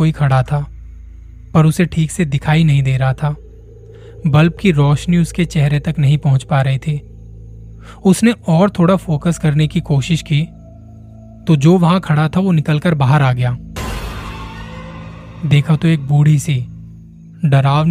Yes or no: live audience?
no